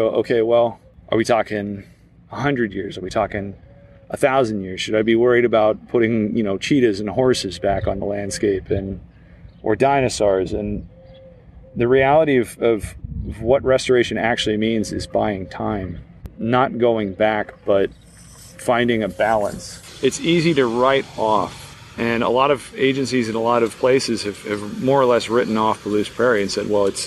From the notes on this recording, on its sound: A field trip. As sounds from construction of new buildings surround the area.